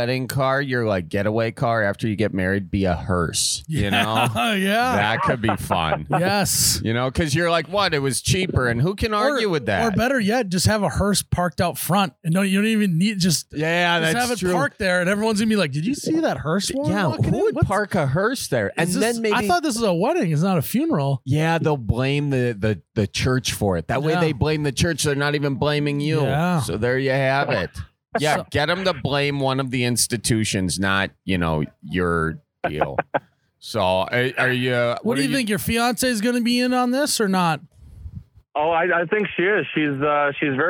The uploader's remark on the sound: Our first caller. We're at the Knickerbocker Liquor Locker in Haskins, ND.